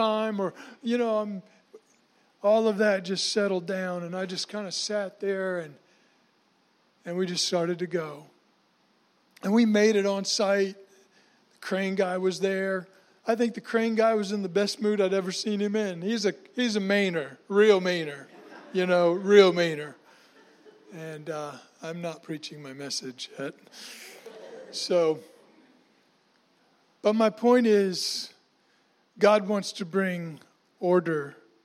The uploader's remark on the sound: was recorded on Sunday, June 9, 2019, during service at The Anchor Church in Rockport, Maine.